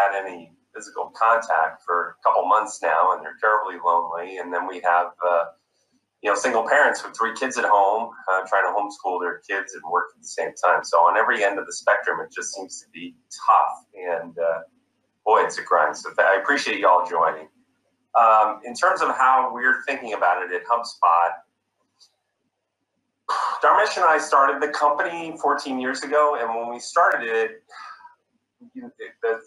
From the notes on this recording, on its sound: a virtual fireside chat